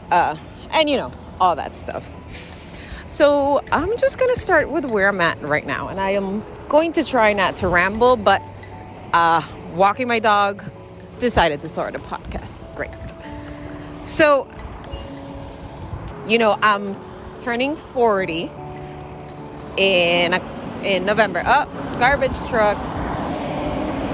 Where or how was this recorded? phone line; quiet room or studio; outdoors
outdoors